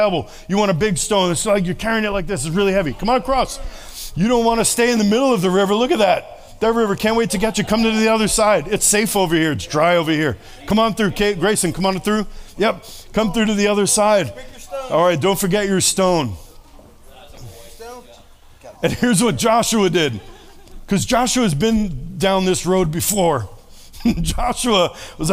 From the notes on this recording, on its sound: Sunday Service. This Sunday’s message was preached to an audience who sat at tables, and there was lots of audience participation from all who gathered.